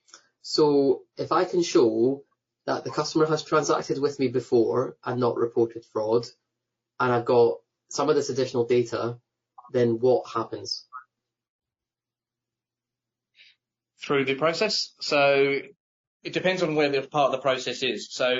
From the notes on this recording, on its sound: Webinar Replay – Audio from an earlier webinar with experts from Chargebacks911 .